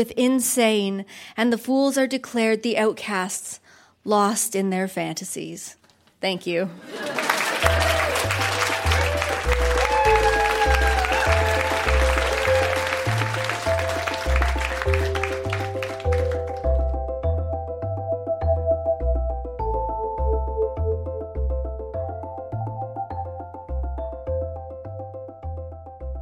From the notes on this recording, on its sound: Recorded live at TWH Social in Kitchener.